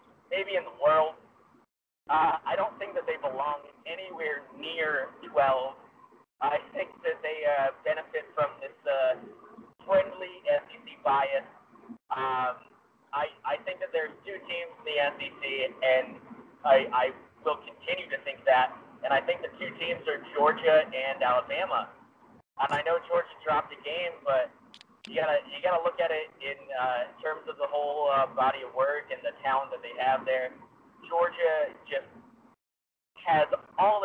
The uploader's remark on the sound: WE APOLOGIZE FOR THE POOR AUDIO QUALITY DUE TO ONE SPEAKER DRIVING